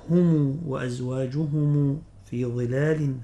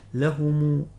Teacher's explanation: ابن كثير يقرأها بصلة ميم الجمع، يقرأ بضم ميم الجمع يصلها إذا وصل الكلمة